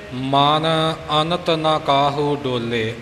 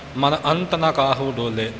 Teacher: ਵਿੱਚ ਇਹ ਅਣਗਹਿਲੀ ਵਰਤ ਜਾਂਦੇ ਹਾਂ ਮਨ ਅੰਤ ਨਾ ਕਾਹੂ ਡੋਲੇ ਅੰਤ ਨਹੀਂ ਬੋਲਣਾ ਨਨੇ ਦਾ ਉਚਾਰਨ ਪੂਰਾ ਹੋਵੇ · Shown in: first take